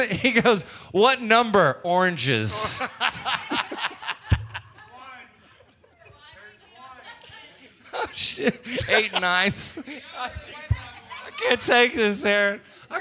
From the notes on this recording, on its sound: We held a Service Industry Trivia Night where we basically asked people on stage to answer trivia questions and take home prizes. Way more people came out than I initially thought, so we had a great crowd, and we recorded the whole thing.